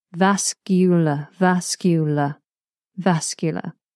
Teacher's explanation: The L is made with the tip of the tongue at the front, touching the roof of the mouth. So here you've got the y, which is the back of the tongue touching the roof of the mouth, followed by l, the tip of the tongue. So you've got to move the back and then the front, the back, the front, the back, the front, like a seesaw vascular, vascular, vascular.